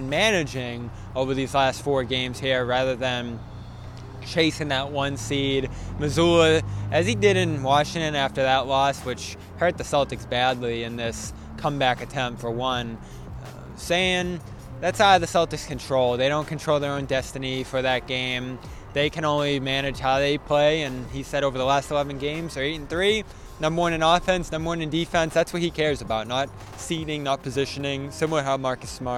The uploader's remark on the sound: reports LIVE from Auerbach Center in Brighton following Boston's Monday practice